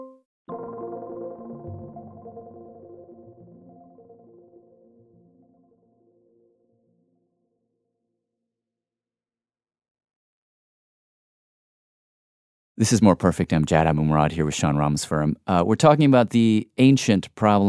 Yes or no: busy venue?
no